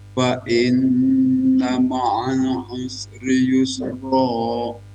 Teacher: inna idgham bigunnah didengungkan